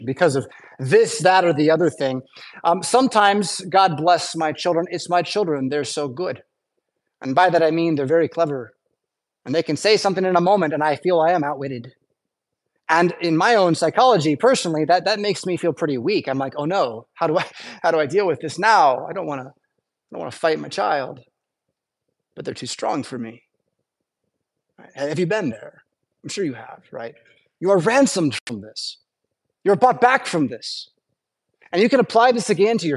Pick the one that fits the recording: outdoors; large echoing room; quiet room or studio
large echoing room